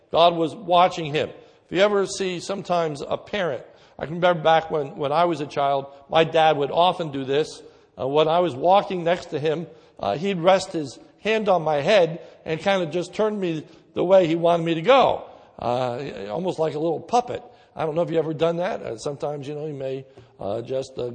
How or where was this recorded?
large echoing room